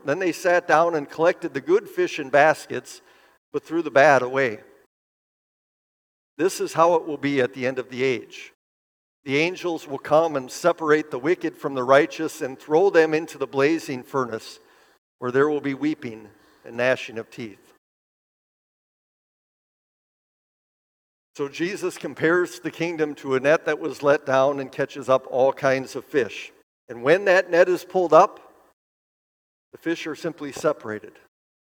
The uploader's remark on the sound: preached this sermon at Bethany's Sunday worship on July 30, 2023